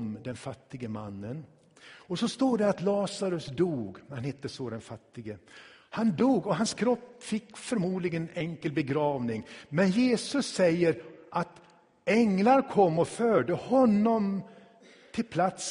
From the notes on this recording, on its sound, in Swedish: Inspelad i Tabernaklet i Göteborg 2016-11-06.